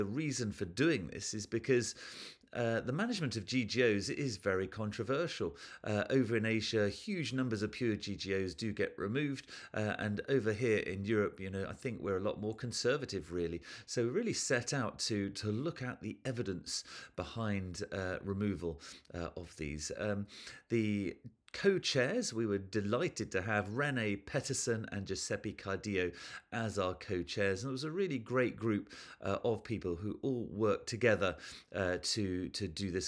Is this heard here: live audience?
no